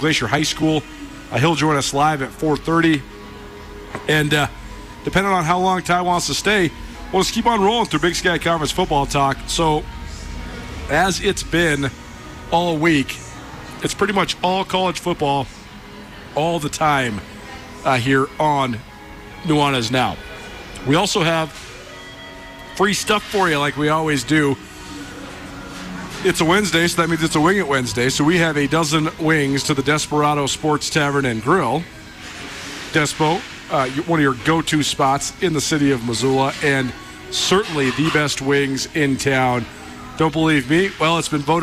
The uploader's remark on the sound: LIVE from downtown Bozeman after Montana State's football media day.